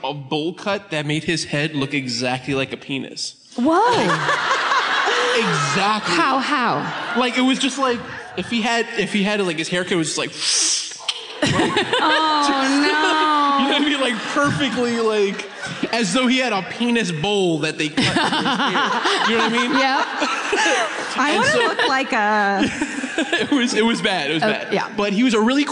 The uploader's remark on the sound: Live At The Keswick Theatre. Comes to you live from the Keswick.